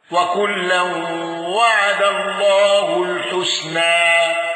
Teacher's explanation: قالون بصلة ميم الجمع واندرج معه ابن كثير وأبو جعفر